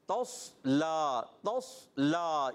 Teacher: موٹے عروف میں سے اور تا کو باریک رکھیں تسلا تسلا لام کو موٹا نہیں کرنا لام باریک صاد کو موٹا